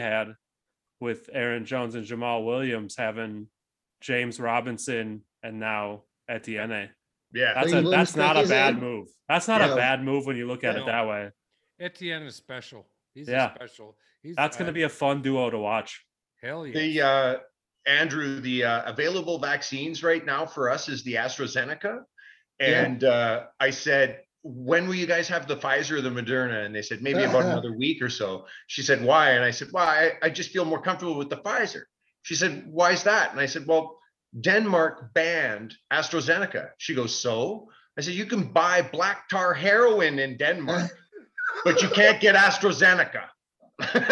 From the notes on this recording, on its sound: Thursday Night got crazy on the Zoom!